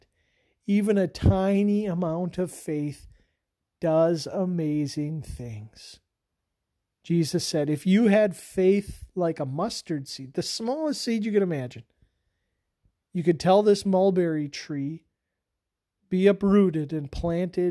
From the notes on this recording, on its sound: This sermon was preached on October 20 at Mt Calvary Lutheran Church.